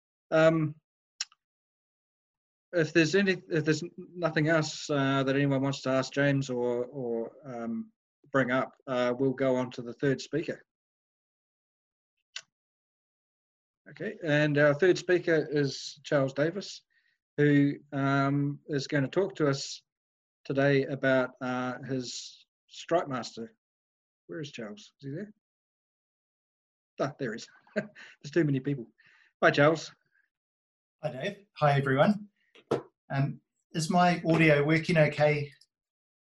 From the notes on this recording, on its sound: The first ever WONZ Virtual Forum Meet, via Zoom, as a result of the Covid 19.